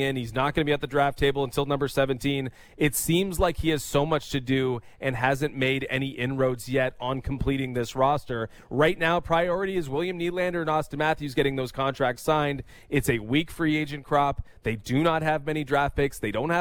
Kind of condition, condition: setting, busy venue